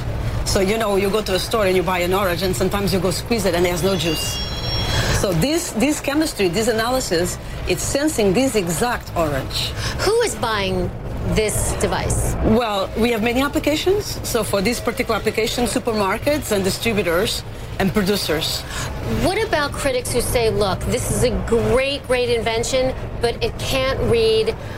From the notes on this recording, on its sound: live from the New York Stock Exchange